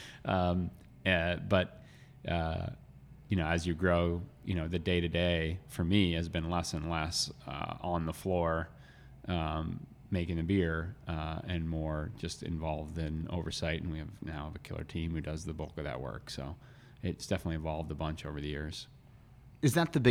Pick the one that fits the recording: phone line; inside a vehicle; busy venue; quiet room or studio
busy venue